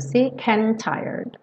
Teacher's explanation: Juntou sick and. E and para tired, você não vai ter D e T pronunciados separadamente.